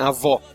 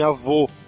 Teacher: A próxima letra é a letra O, só que ela tem uma pequena peculiaridade, porque o O, ele nunca vai ser O, como em avó. Vai ser sempre o O fechado, como em avô. · Shown in: second take